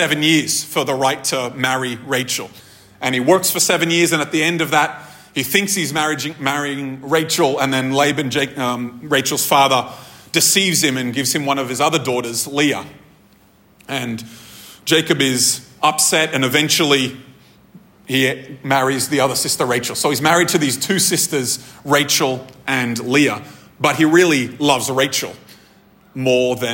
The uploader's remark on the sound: This episode was recorded at a Thrive Community gathering on 9th July 2023.